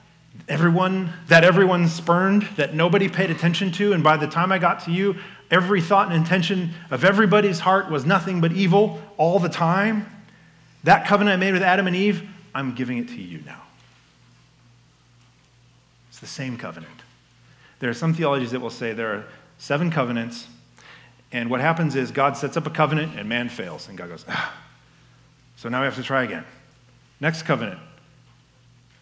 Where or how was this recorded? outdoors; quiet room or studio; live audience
live audience